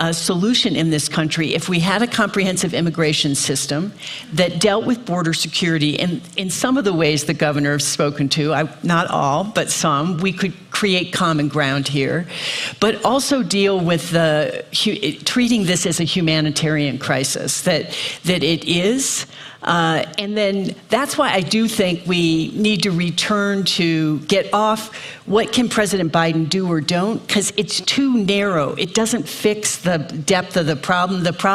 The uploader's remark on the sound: Moderates a panel of experts at the Aspen Ideas Festival.